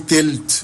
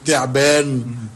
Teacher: صوت الثاء تحول في العامية المصرية إلى تاء